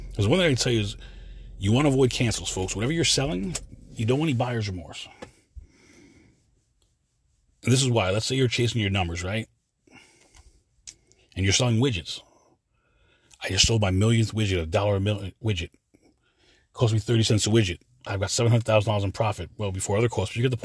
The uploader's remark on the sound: this quick CarCast